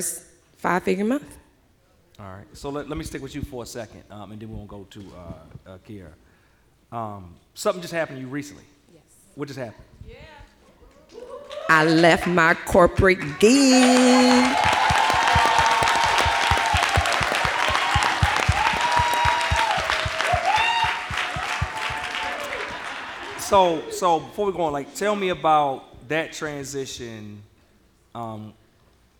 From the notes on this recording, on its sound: They spent an hour sharing secrets with the audience